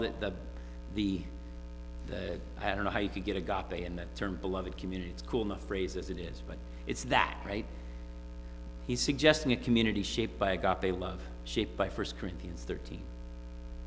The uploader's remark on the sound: Sermon preached at RCHP on January 30, 2022.